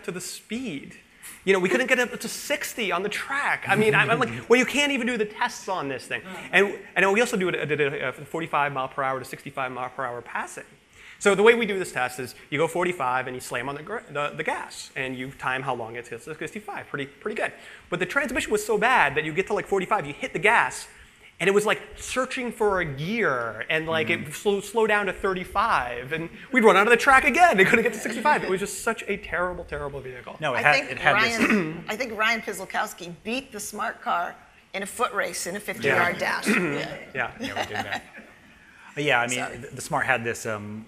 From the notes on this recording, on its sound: recorded live at the track with an audience of loyal fans